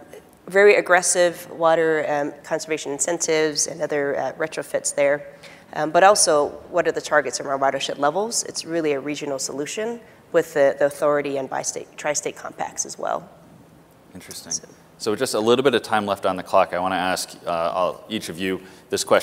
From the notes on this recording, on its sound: The best of live interviews from GreenBiz events.